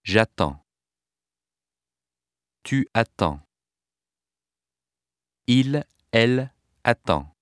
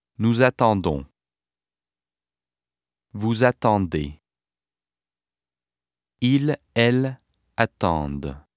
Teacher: Note that the D of the singular stem is not pronounced because a consonant follows. However, the D of the plural stem is pronounced because a vowel follows. · Shown in: second take